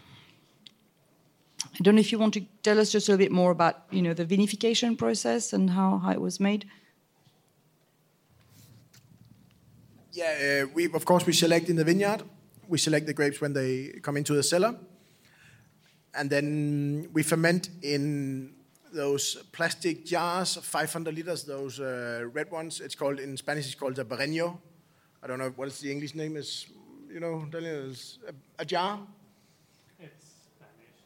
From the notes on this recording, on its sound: This episode of HRN On Tour comes to you live from Raw Wine 2022 in Maspeth, Queens. Hosts a wine tasting comprised of 6 wines from the Castlilla y Léon region of Spain.